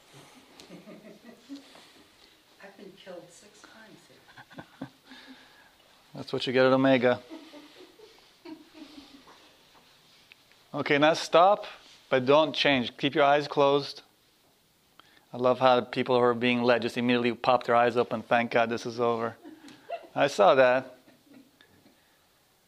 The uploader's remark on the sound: This workshop was recorded on August 7, 2010, at Omega in Rhinebeck, NY. This is the second day of a three-day workshop.